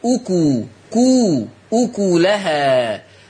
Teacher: اكلها تقرأ بضم الكاف